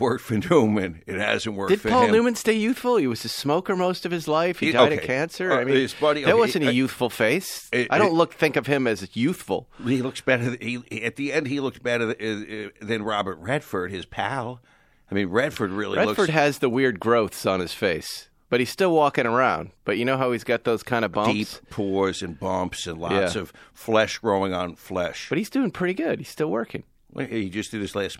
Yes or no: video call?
no